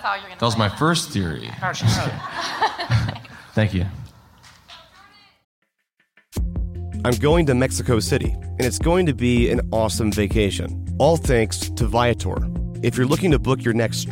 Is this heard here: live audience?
yes